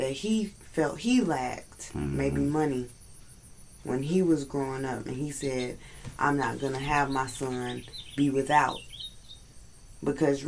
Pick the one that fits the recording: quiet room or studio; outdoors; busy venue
outdoors